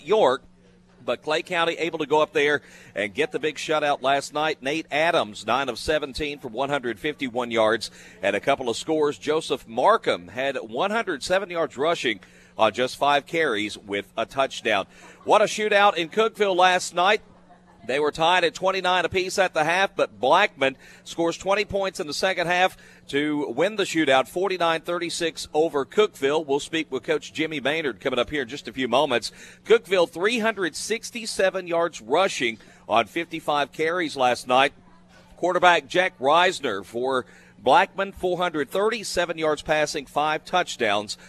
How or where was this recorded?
busy venue